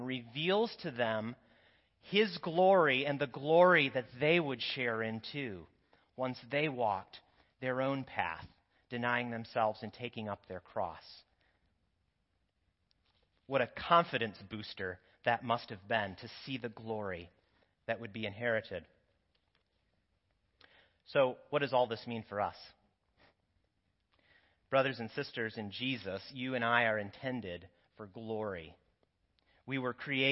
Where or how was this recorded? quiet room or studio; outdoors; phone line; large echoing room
large echoing room